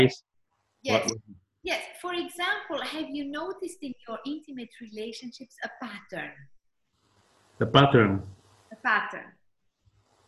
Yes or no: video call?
yes